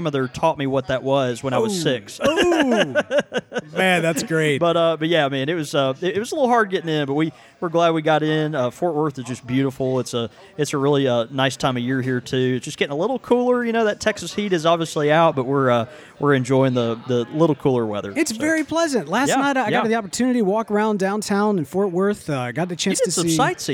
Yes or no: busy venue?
yes